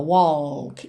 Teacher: Lembrando sempre que walk é uma palavra que engana um pouquinho, porque esse L não vai ser pronunciado como L mesmo. A gente não leva a língua lá no céu da boca.